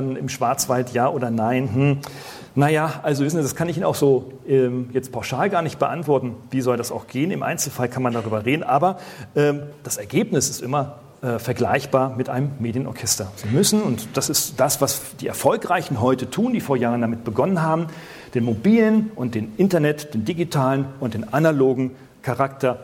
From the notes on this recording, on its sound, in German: Die letzten 5 Minuten eines Vortrages vor 400 Marketers in Stuttgart